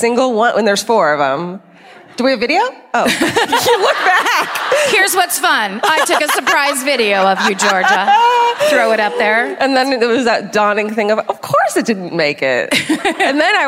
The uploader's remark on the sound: Live at the Folketeatret in Oslo